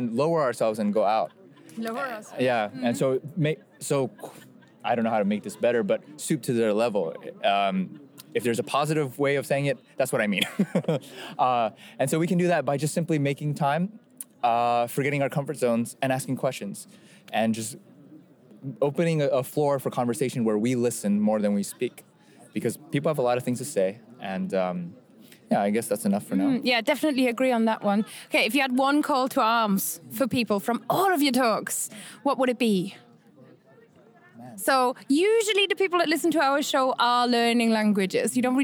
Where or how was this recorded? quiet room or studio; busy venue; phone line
busy venue